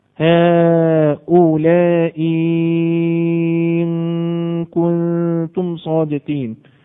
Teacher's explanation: بتبدل الهمزه حرف مد خالص · Term: محض المد